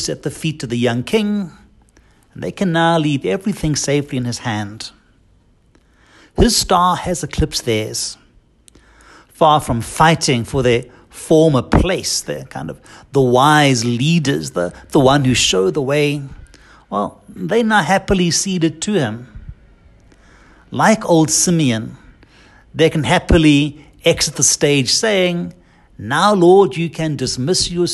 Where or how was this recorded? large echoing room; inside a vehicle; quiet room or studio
large echoing room